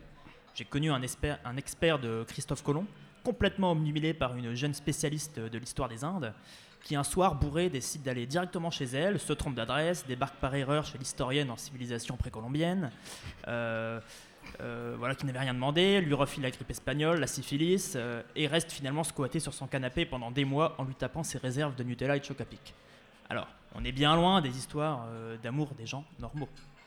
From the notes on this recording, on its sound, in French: La rédaction était présente à la Gaîté Lyrique le 20 octobre pour un enregistrement inédit à l'occasion du Paris Podcast Festival. Une réalisation live.